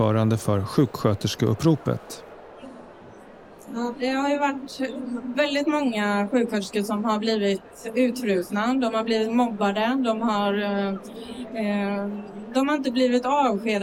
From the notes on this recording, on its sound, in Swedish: Flera av inspelningarna är från årets bokmässa, där Folkets Radio tillsammans med Karneval förlag höll en serie diskussioner.